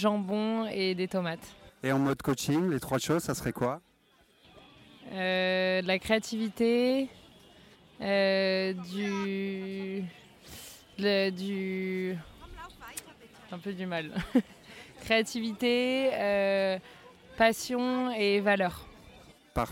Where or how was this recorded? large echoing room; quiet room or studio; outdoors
outdoors